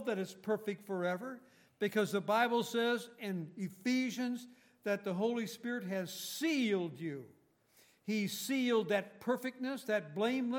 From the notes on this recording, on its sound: Recorded on October 28, 2018, at Grace Bible Fellowship in Front Royal, VA.